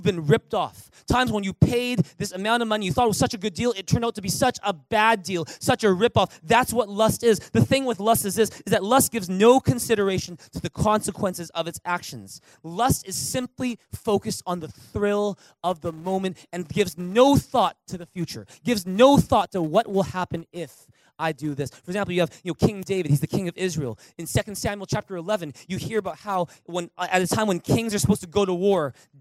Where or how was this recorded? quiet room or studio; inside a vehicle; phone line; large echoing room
large echoing room